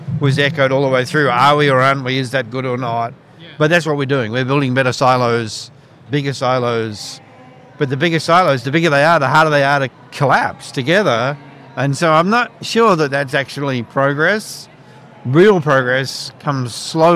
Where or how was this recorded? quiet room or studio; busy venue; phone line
busy venue